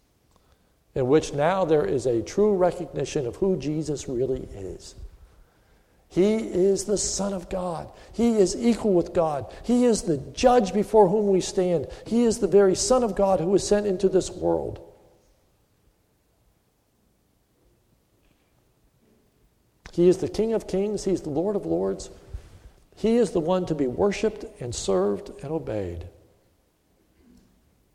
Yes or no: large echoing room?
yes